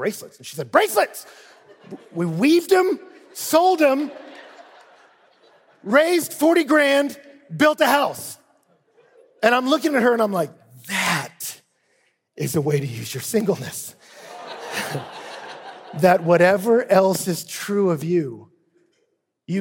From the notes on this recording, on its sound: Speaks at the ERLC National Conference.